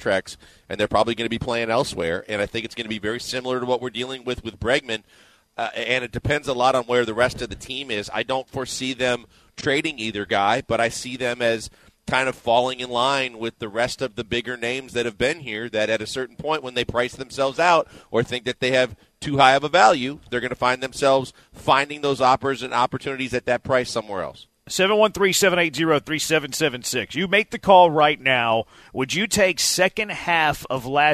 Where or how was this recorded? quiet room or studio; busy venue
busy venue